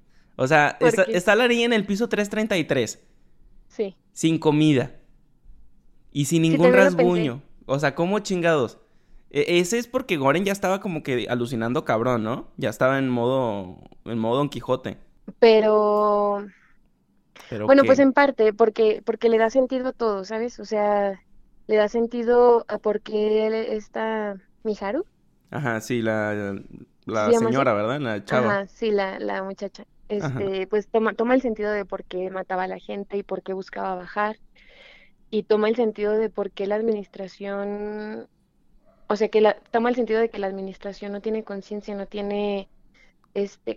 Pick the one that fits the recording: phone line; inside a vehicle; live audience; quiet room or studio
phone line